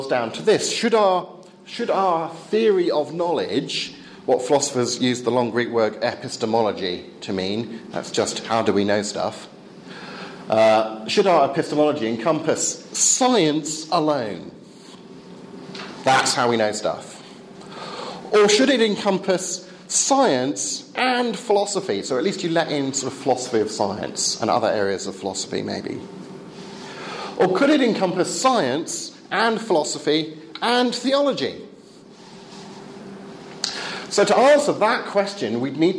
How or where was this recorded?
live audience